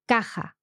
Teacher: the pronounced stress on the second last syllable · Term: llanas